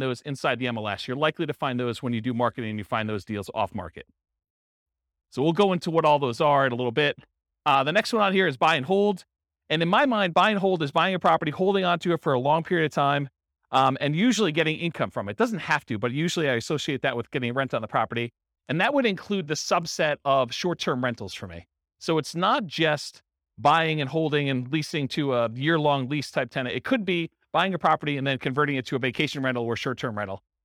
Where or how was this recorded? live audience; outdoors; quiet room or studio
live audience